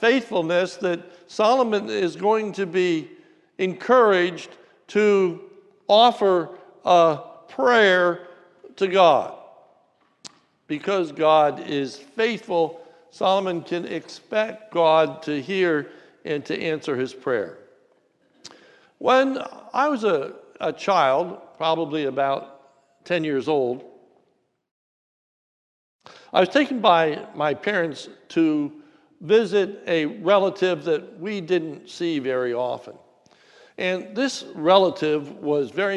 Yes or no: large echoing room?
yes